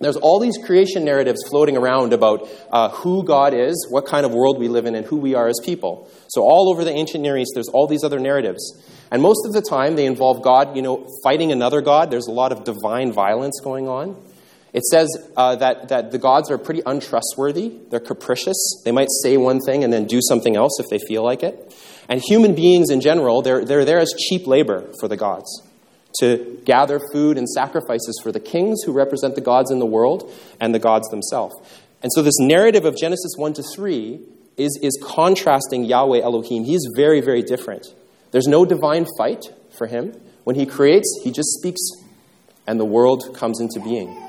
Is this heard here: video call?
no